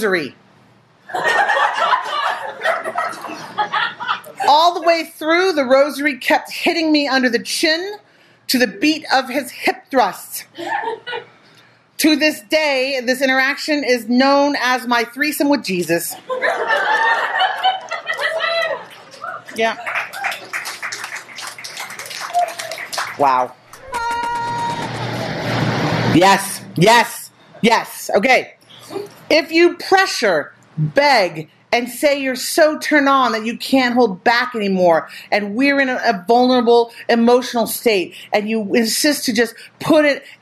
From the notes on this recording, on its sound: Recorded at the Montreal Fringe in June 2023.